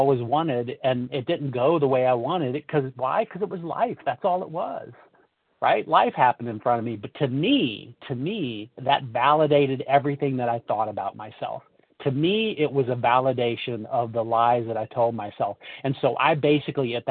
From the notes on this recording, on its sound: 100 Pounders Phone Meeting